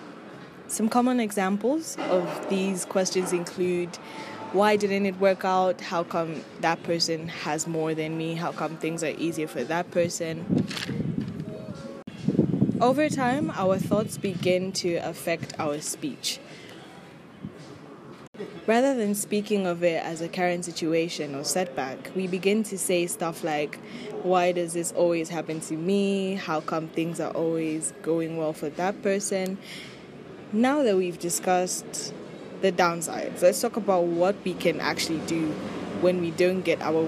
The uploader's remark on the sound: My sincere apologies for the noise and the wind wasn't on my side either lol.